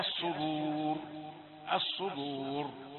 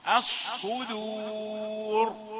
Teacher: تسرع لترقق الدال بعد أن تأتي بالمفخم · Shown in: second take